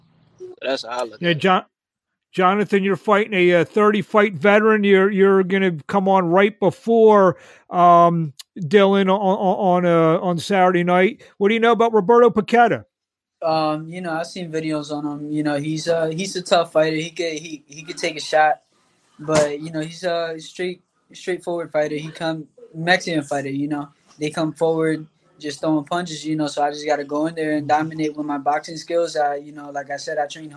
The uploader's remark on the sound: Price Promotions Virtual Press Conference